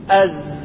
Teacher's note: تجد أن الصوت مستمر، ولهذا سميت رخوة لهذا السبب، لجريان الصوت